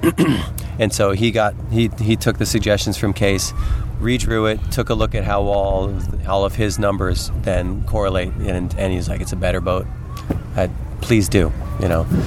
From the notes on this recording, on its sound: Recorded during the August 2012 SCAMP CAMP at the NW Maritime Center in Port Townsend, WA. PS Please note this podcast was recorded several years ago.